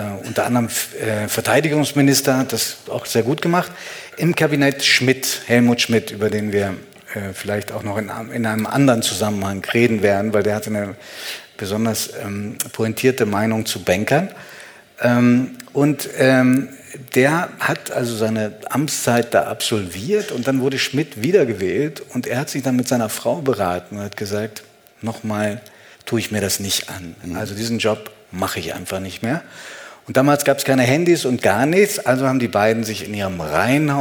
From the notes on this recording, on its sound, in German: Das Gespräch wurde im September im Zürcher Kaufleuten aufgezeichnet.